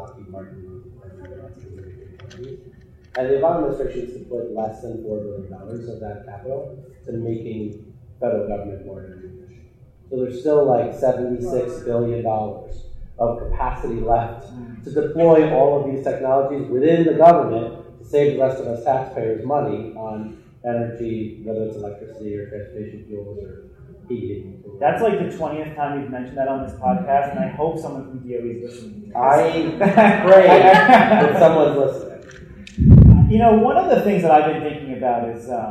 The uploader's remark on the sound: Live From SXSW Eco. We're really sorry for the audio quality. There were some technical difficulties, and we did our best to clean up what we had.